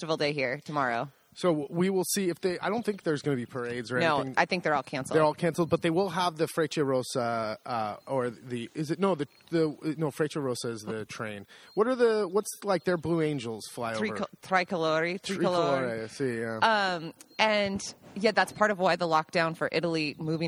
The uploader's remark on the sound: This week’s podcast we sit outside, mid-day on the patio